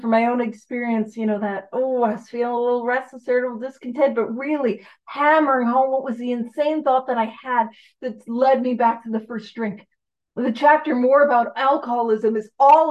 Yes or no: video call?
yes